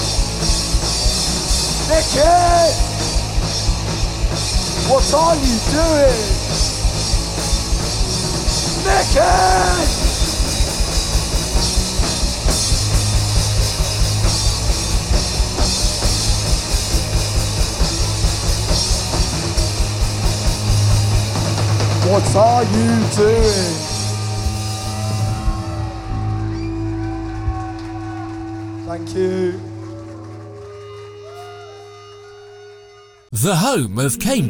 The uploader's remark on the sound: recorded at The Portland Arms